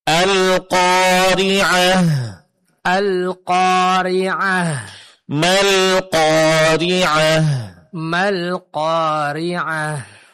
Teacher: Berarti dalam pengucapannya mesti keluar angin atau napas atau suara seperti bisikan. · Term: hamas